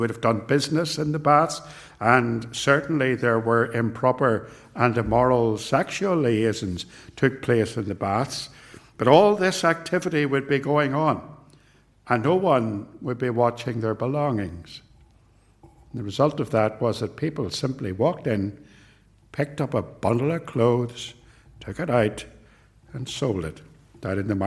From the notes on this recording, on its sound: This sermon was preached at Ballymacashon, and at Templepatrick Reformed Church. It was recorded at TRC, and is reproduced here with their kind permission.